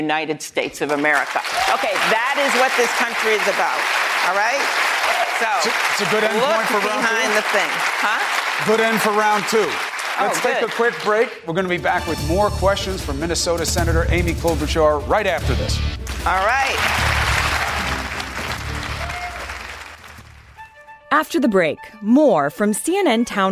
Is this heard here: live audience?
yes